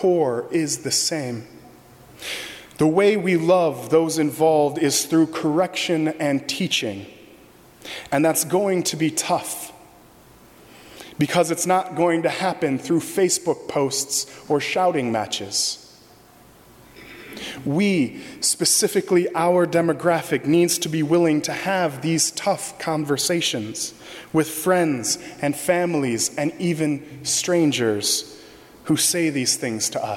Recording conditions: large echoing room